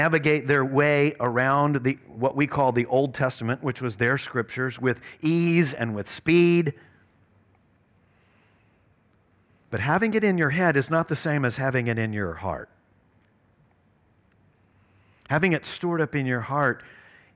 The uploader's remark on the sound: at Covenant Hope Church in Dubai, UAE, on June 5th, 2022.